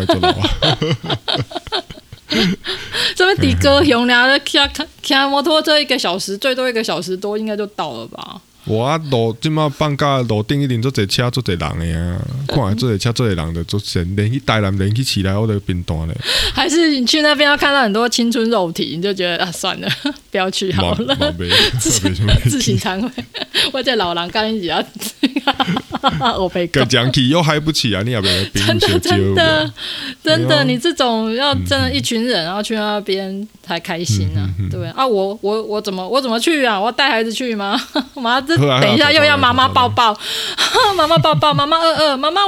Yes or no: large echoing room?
no